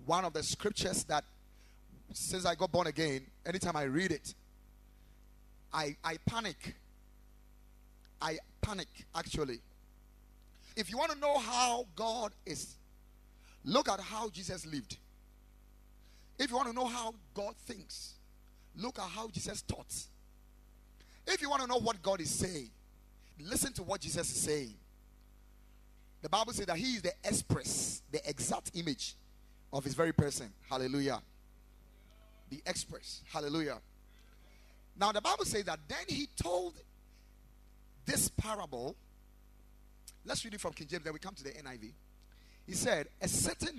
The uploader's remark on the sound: Preached at the Ekklesia Chapel, KMC Worldwide